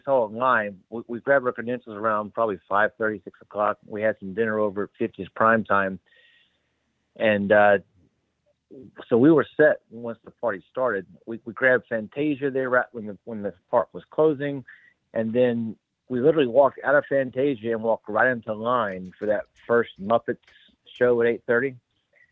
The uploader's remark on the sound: BOGP Open Line. This is the Live Call-in Show.